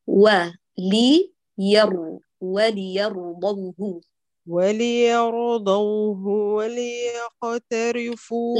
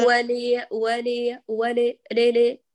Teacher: هي مكسورة اللام، والراء كمان ثبتيها لا تقلقليها · Shown in: first take